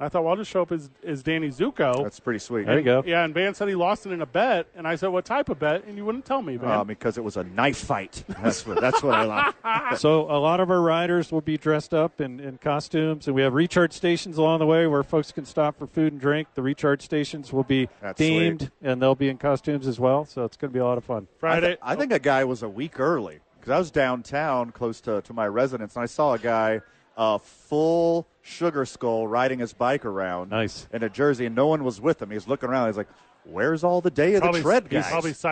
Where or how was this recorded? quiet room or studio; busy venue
busy venue